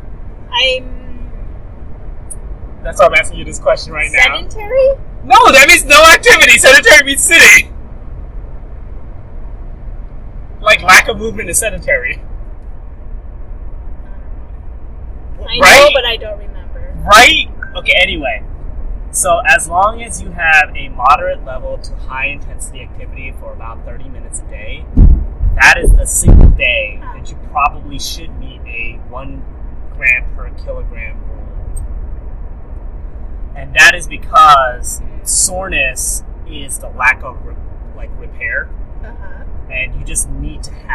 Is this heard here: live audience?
no